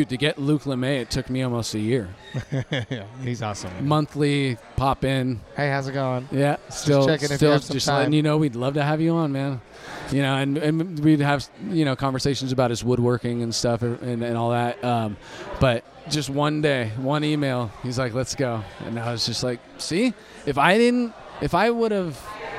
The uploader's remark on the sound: Recorded at The Monk's Cellar in Roseville, CA.